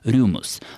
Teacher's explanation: То есть это «и» огубленное, которое встречается, например, в древнегреческом или в современном немецком языке. Вот это вот «ю» и было передано в свое время еще, кстати, в старославянских источниках, как «рим».